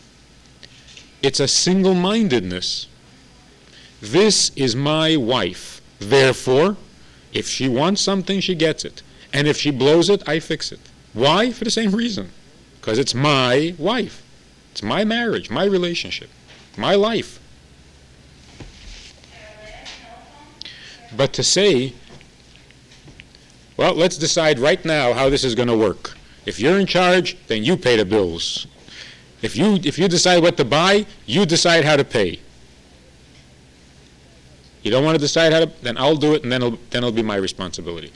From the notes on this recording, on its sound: This audio is taken from a class given at Beis Chana's Jewish Un-Camp in the summer of 1986